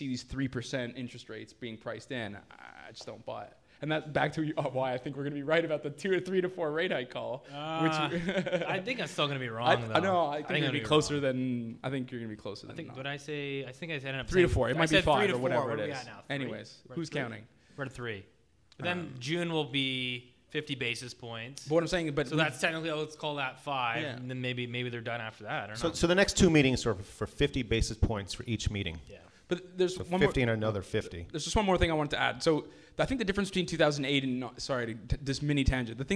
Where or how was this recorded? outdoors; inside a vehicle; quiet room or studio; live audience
live audience